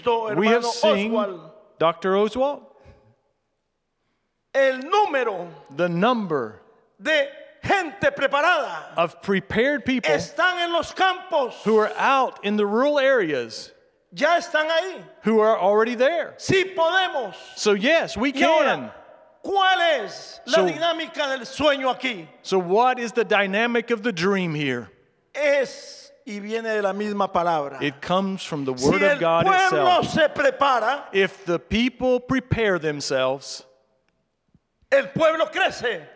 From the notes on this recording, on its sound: presented by Asbury Seminary Kentucky Chapel, recorded on Tuesday, April 25, 2023 at Asbury Theological Seminary's Kentucky campus